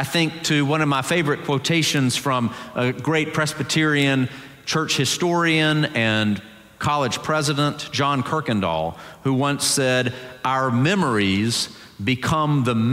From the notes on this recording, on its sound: Presbyterian College Sunday Worship Service.